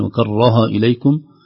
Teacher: نخشى من تفخيم الهاء، نقول وكره إليكم لأنها قبلها الراء تؤثر عليها بتفخيمها